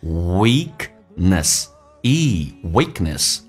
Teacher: weakness,长元音，嘴角咧到极限